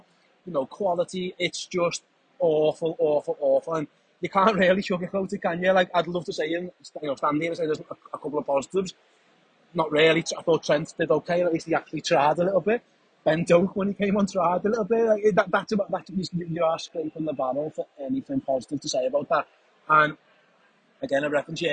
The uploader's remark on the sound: live from the AMEX